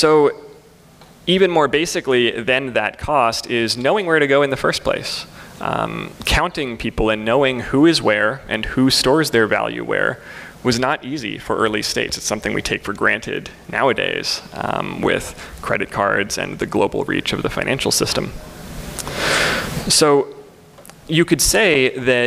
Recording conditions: live audience